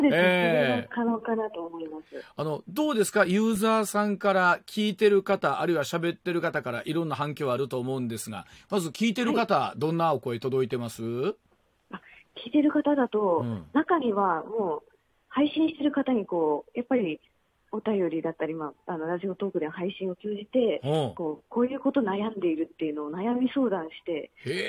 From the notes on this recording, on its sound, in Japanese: 大阪のスタジオからお届け！電話取材を行っています。